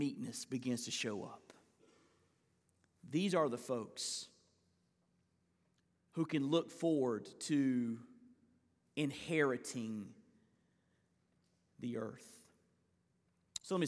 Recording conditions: large echoing room